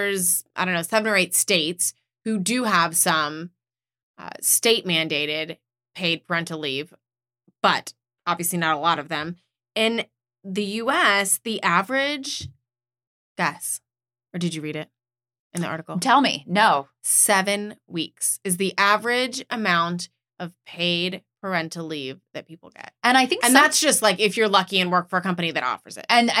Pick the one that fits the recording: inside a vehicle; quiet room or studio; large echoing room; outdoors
quiet room or studio